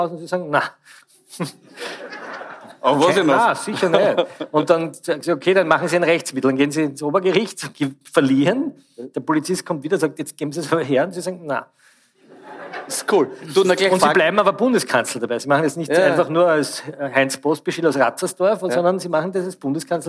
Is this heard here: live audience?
yes